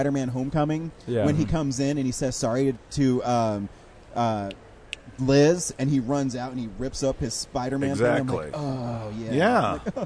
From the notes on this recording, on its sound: at Denver Comic Con 2018